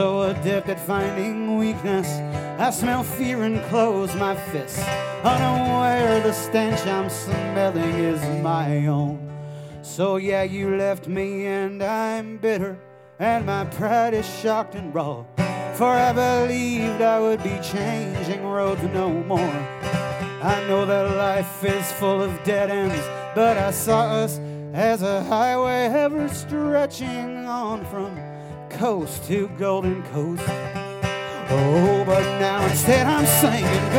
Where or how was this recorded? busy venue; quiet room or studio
busy venue